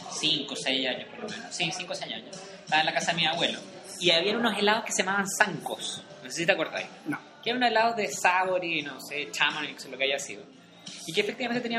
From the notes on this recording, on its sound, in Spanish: Nuevamente grabado en el restaurante "De la Ostia".